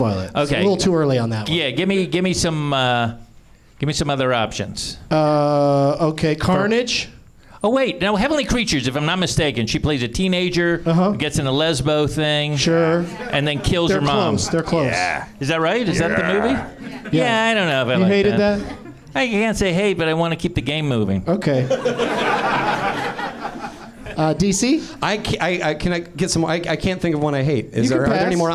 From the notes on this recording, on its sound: Live from the NerdMelt Showroom